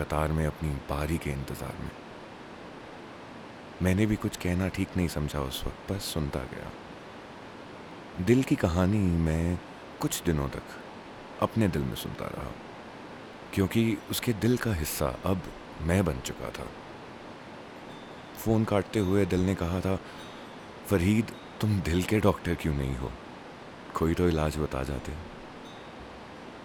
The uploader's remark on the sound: This is against the backdrop of a flowing river and wind chimes and also my 1st recording on a new setup.